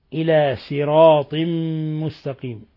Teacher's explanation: إلى صراط مستقيم بالسين الخالصة